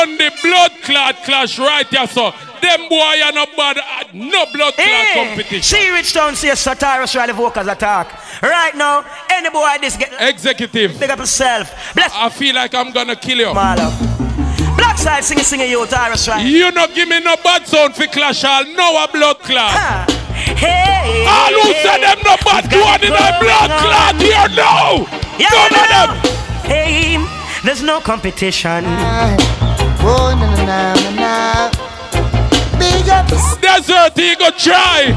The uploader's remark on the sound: LIVE AUDIO OF THE HIGHLY ANTICIPATED SOUNDCLASH, BLOOD SPORT KILLING THAT TOOK PLACE IN THE BRONX, NY. LIVE AUDIO OF THE HIGHLY ANTICIPATED SOUNDCLASH, BLOOD SPORT KILLING THAT TOOK PLACE IN THE BRONX, NY.